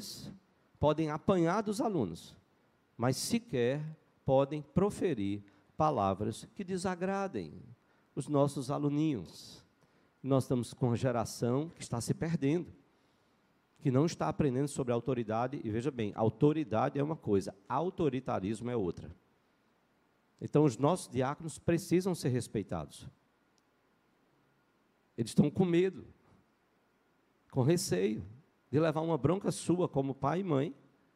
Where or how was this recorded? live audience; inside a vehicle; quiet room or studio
live audience